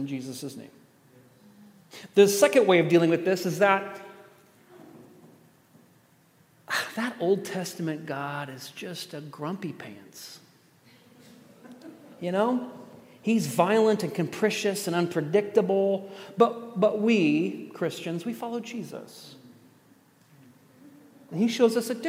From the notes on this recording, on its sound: at The Table worship gathering on Sunday, August 6th.